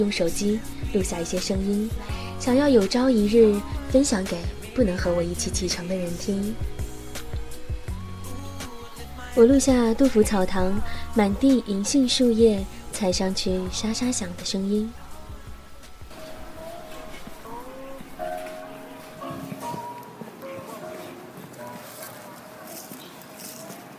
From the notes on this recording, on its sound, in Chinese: 这一期新鲜加入了在成都旅行时边走边录下的声音